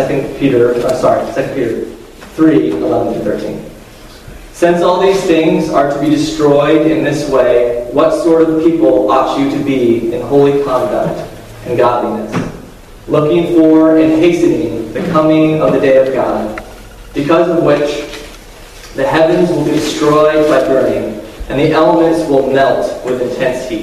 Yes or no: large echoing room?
yes